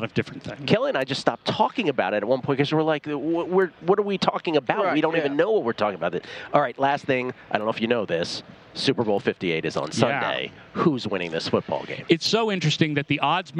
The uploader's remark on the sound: broadcasting live from media row